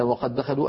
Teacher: أدغمنا الدال الأولى في الثانية فصار النطق بدال واحدة مشددة، ولو وقفنا على الأولى نقول وقد.